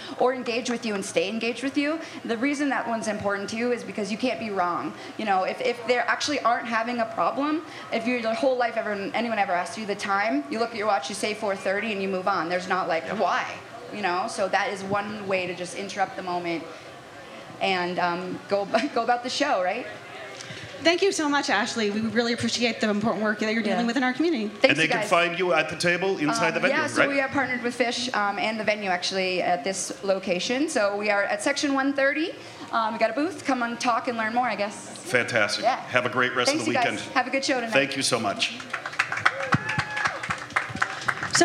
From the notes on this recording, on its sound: This is a special episode that was recorded in the Dick's lot